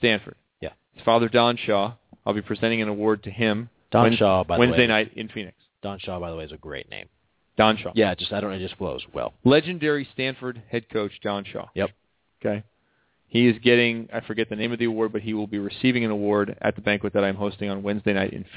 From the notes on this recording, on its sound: Called in from the airport. Checks in from North of the boarder.